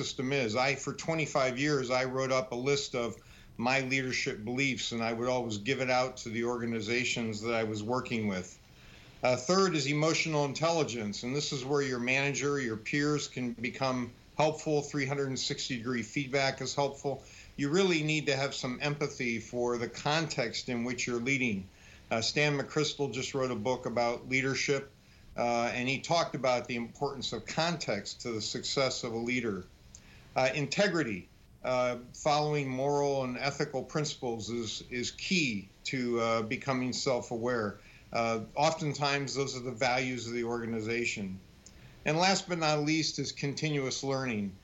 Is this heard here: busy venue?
no